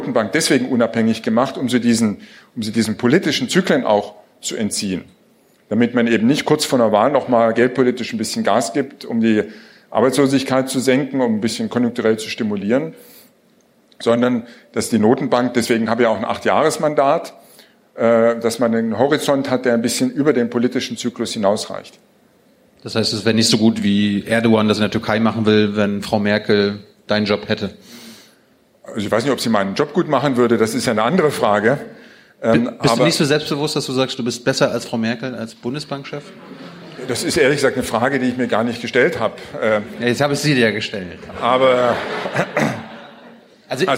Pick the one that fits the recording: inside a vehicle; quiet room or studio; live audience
live audience